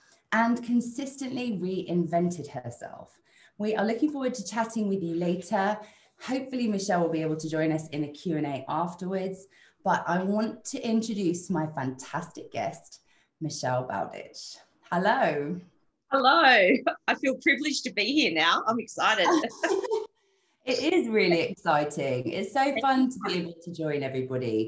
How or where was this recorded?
video call